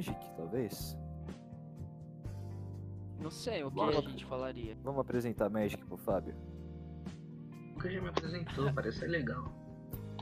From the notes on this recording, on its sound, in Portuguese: Episódio com o audio extremamente baixo, mas foi um teste.